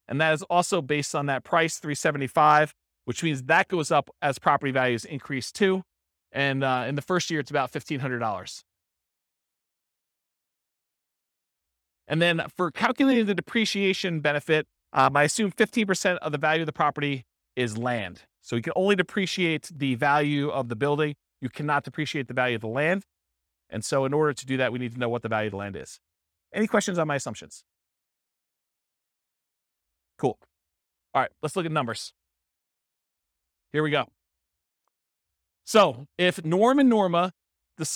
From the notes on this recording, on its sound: This was a live class recorded